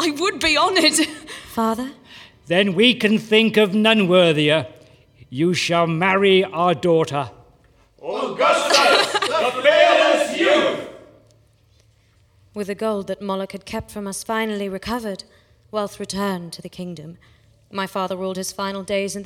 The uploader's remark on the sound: Performed live as part of A Very Grimm Christmas. Not for the faint of heart, some of the audience fainted.